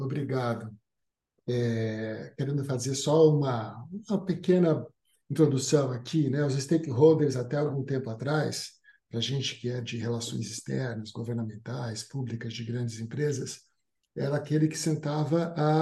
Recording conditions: video call